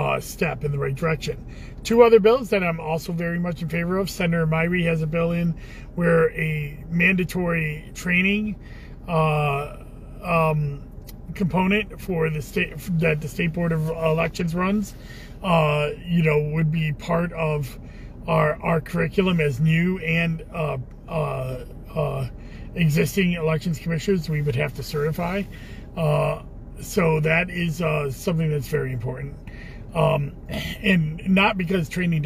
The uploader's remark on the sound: Commissioner in a Car